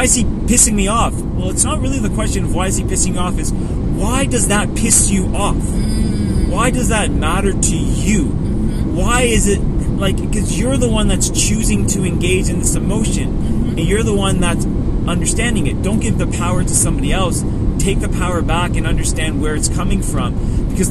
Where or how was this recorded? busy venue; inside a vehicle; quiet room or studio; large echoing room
inside a vehicle